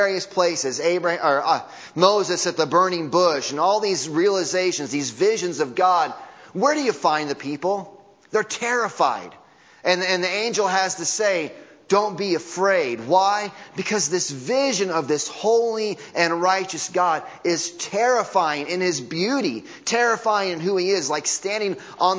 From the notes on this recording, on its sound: Audio from Sunday Morning Service